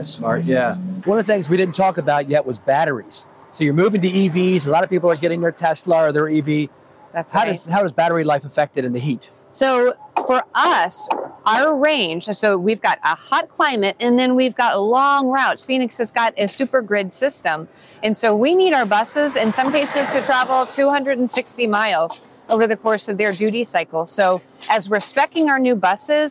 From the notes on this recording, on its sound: While riding the LRT and streetcars